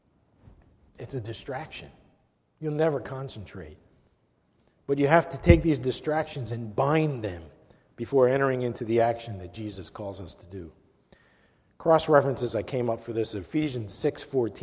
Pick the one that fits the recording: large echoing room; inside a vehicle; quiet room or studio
large echoing room